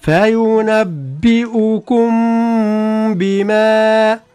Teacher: تخفى الميم لدى الباء لأن الحرفين يخرجان بين الشفتين، فهما حرفان شفويان، نعم، أو شفهيان، نعم.